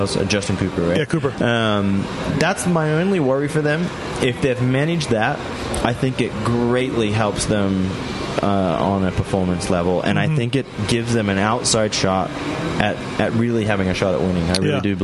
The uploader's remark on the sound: At the Las Vegas Speedway while he was driving a Lambo.